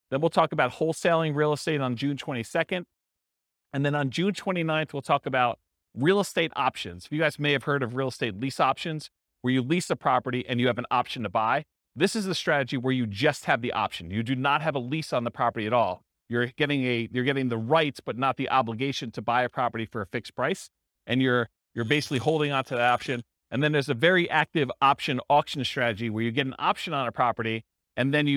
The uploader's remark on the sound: This was a live class recorded